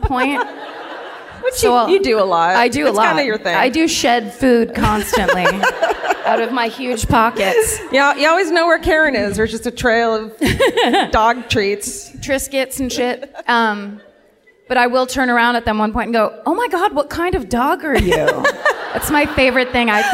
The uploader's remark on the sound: Live at the Chinateatern in Stockholm